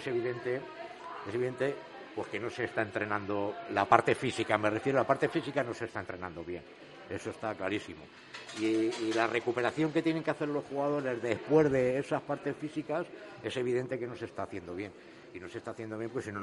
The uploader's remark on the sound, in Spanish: en directo desde el KOKOMO Sports Bar Santos Pilarica